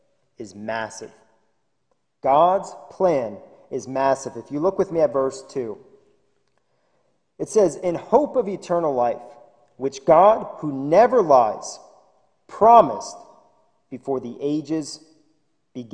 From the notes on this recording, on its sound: This sermon was recorded live at the Lebanon Bible Fellowship Church in Lebanon, PA. During the evening service.